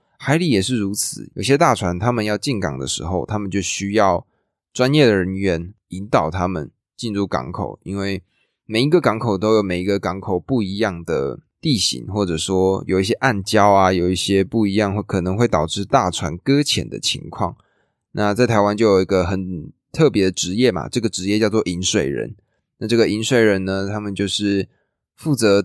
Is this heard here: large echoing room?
no